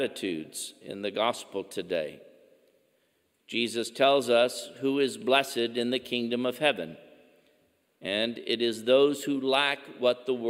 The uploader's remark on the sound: Homily at 10 am Mass